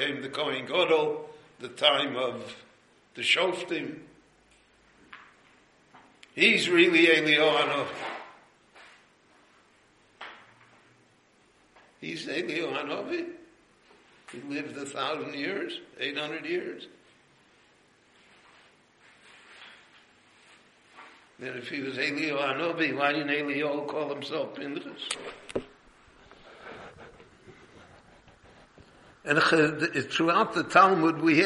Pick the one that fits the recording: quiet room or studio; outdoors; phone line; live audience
live audience